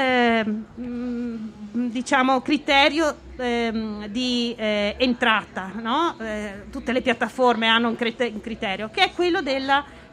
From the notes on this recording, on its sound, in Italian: In diretta dal Festival dell'Economia 2021